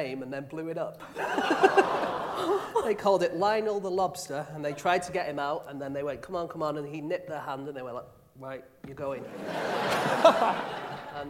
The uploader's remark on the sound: Live from the London Podcast Festival